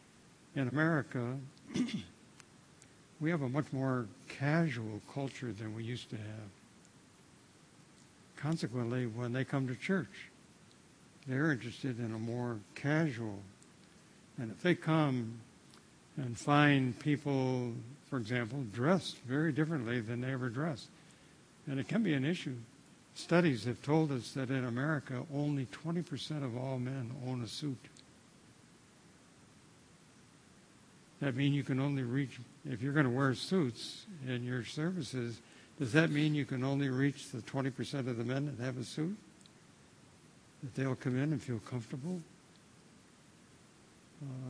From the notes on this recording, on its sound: at The People’s Church, Somerville, NB on Sunday evening October 2, 2016